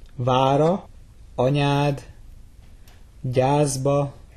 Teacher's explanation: That short A is really, really dark. · IPA: [ɒ]